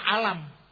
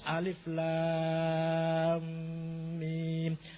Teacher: Kudu dowo. Dowonya minimal 3, maksimal 8. · Shown in: second take · Term: mad lazim harfi musakol